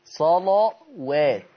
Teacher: اللام مغلظة لكن الواو مش مغلظة